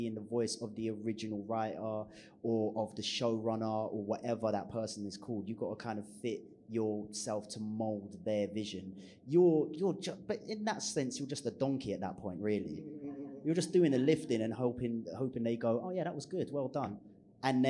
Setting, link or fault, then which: setting, live audience